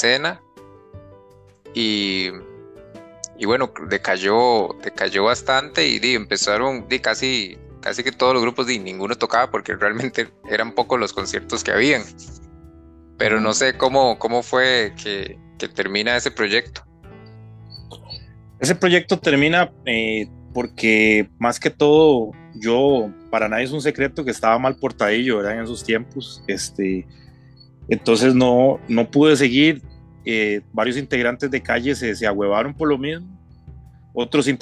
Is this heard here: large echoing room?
no